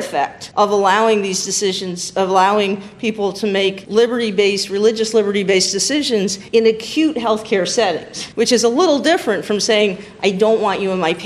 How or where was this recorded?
busy venue